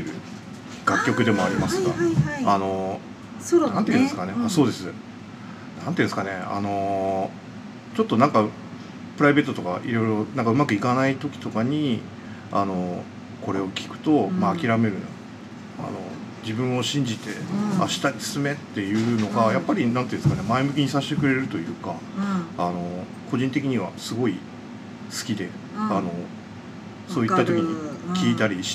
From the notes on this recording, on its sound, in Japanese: のお店「新橋裏めし屋」にて収録しました！仕込み音や、、、色々バックの音もお楽しみくださいませ！